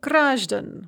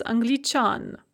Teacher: The consonant will suddenly become hard in the genitive plural and only in the genitive plural. So гражданин, citizen, becomes граждан with a hard N, no мягкий знак.